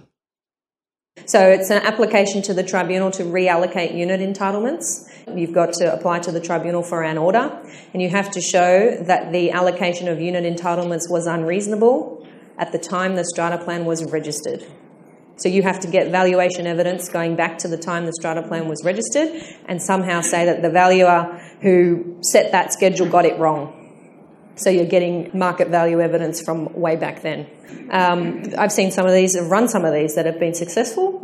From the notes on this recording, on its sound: My live answers to the many questions I was asked by attendees after my 17 October presentation on the new NSW strata law.